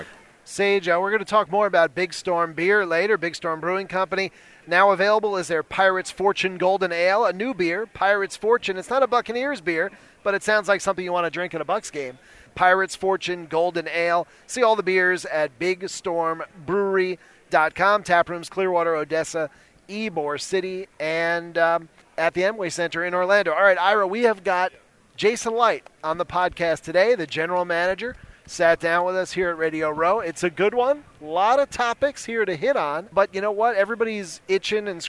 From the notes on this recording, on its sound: live at the NFL Scouting Combine